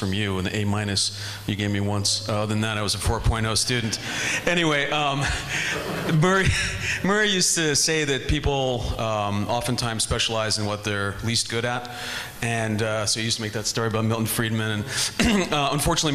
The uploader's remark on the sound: This Roundtable Discussion and Q&A session is from the 2015 meeting of the Property and Freedom Society